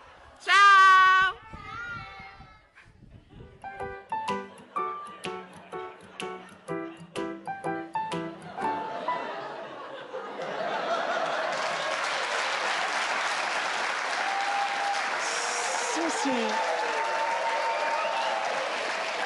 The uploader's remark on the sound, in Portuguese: Gravado no início de junho de 2020 com público ao vivo, mas todos de máscara e muito afastados uns dos outros no auditório.